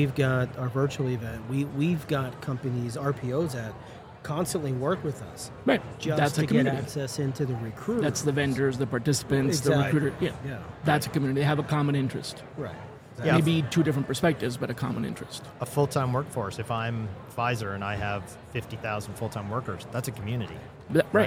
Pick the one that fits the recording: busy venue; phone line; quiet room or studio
busy venue